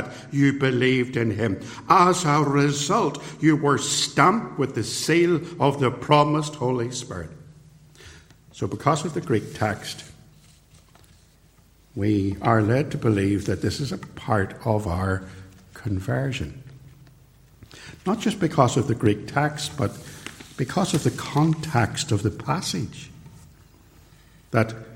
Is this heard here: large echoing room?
yes